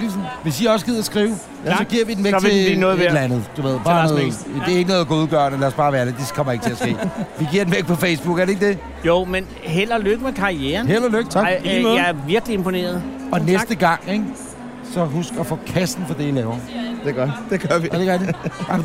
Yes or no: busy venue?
yes